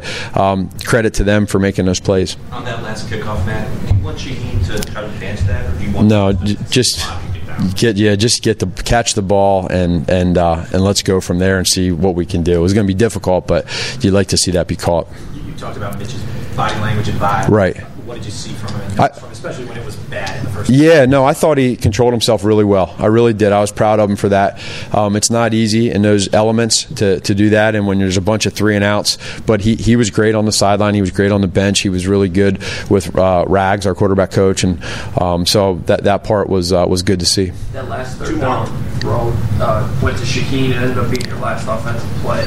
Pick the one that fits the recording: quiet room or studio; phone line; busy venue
busy venue